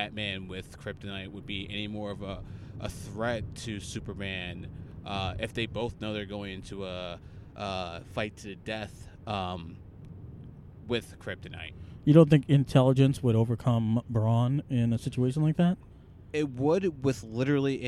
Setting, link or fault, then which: setting, inside a vehicle